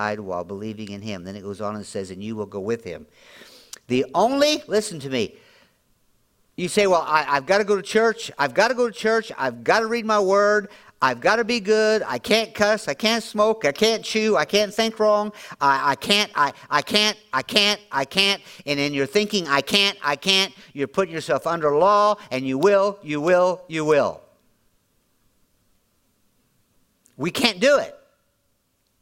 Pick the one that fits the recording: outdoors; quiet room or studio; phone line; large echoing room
large echoing room